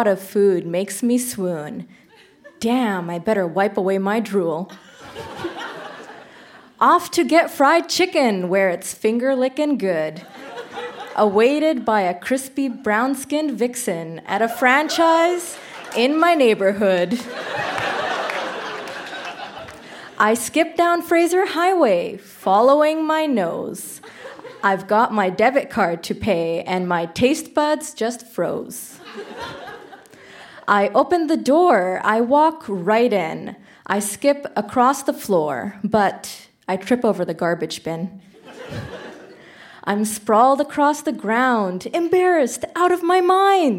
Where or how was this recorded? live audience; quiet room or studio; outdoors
live audience